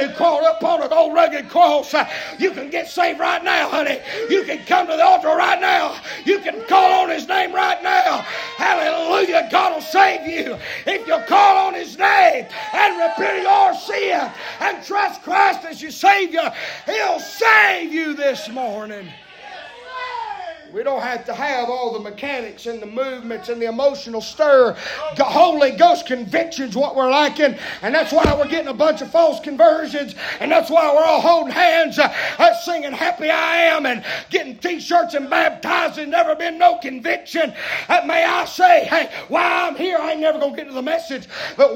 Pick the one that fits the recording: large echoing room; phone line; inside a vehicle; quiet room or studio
large echoing room